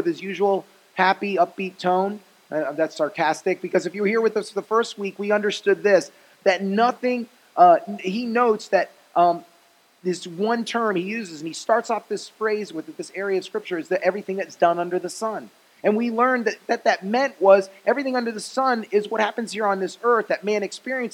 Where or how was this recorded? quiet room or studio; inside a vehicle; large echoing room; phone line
large echoing room